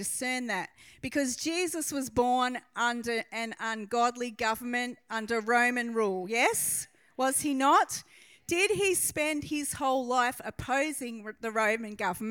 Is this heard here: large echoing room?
yes